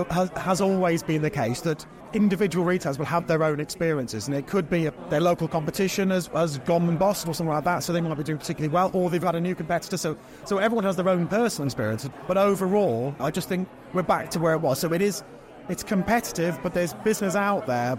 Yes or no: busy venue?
yes